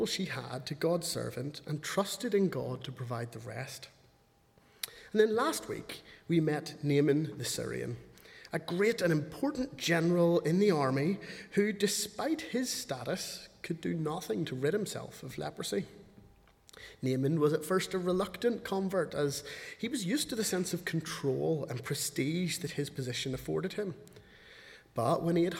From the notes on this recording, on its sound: speaking at the 11 o'clock service